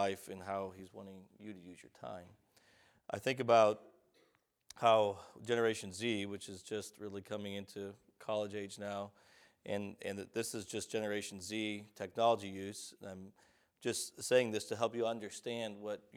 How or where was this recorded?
large echoing room